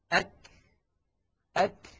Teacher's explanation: الشدة والهمس في الكاف والتاء في زمنين متتاليين خلف بعضهما مباشرة وليس في زمن واحد، لأنه يستحيل على الإنسان أن يأتي بانحباس الصوت وجريان النفس في الزمن نفسه، وإنما هما خلف بعضهما هكذا.